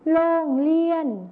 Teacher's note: ในภาษาไทยมาตรฐานนะครับจะใช้รอเรือนั่นเองส่วนในภาษาถิ่นอีสานจะใช้รอลิงนั่นเองครับ